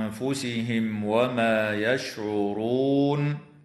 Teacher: إظهار شفوي للميم الساكنة عند الكاف في كلمة يمكرون، وعند الواو في قوله تعالى بأنفسهم وما، وإخفاء حقيقي للنون الساكنة مع الغنة مرققة في كلمة بأنفسهم